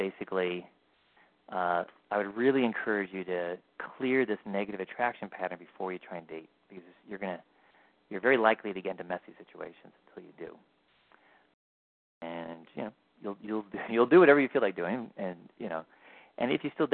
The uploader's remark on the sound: Live Q&A Calls